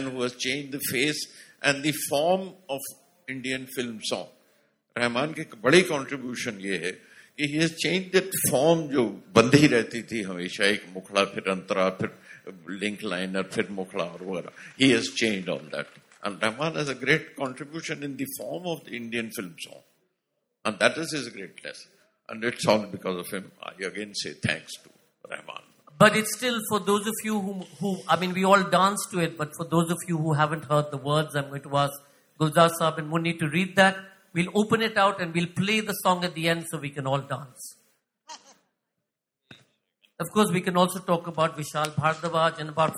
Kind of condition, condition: setting, live audience